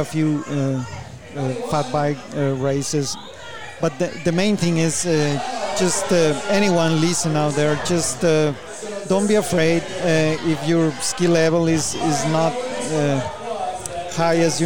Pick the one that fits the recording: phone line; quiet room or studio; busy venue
busy venue